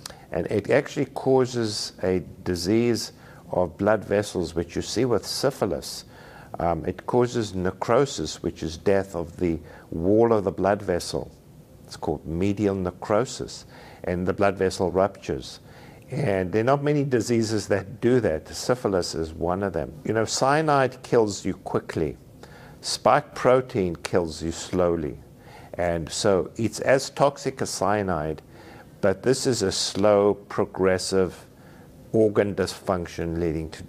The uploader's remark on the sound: At the FLCCC Conference last month, I sat down with critical care physician